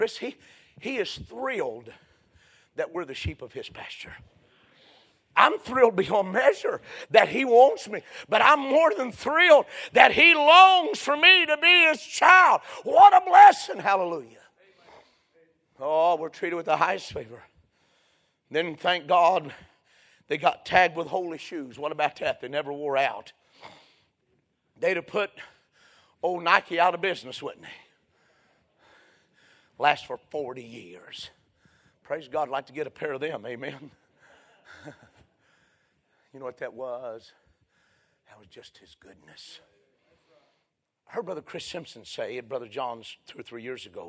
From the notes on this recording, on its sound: A sermon preached Sunday Morning